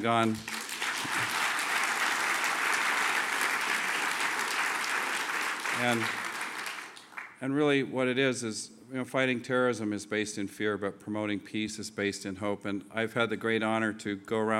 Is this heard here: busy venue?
yes